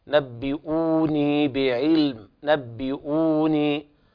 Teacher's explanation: فهنا الهمز ثابت والواو تمد حركتين وصلا ووقفا · Term: شبيه بالبدل